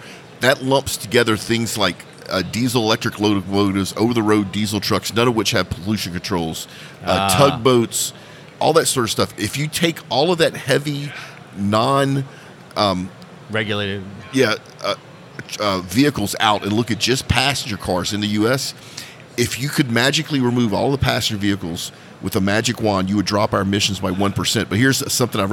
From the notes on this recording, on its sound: Live from OTC Houston 2023. Recorded straight from the OGGN podcast pavillion at the 2023 Offshore Technology Conference.